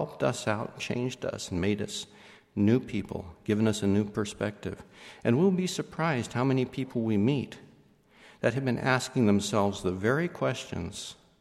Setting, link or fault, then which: setting, large echoing room